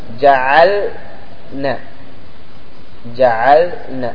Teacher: مثلا ذكر هنا ثلاثة أمثلة: جعلنا، جعلنا، من الخطأ أن تقول جعلنا بأن تضغم اللام في النون، فاللام لا تضغم في النون · Term: لام الفعل